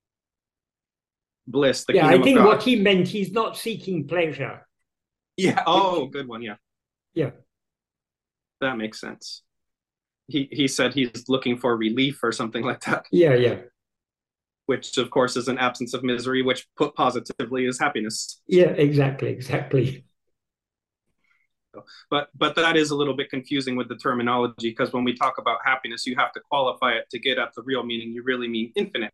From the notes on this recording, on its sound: In a Zoom meeting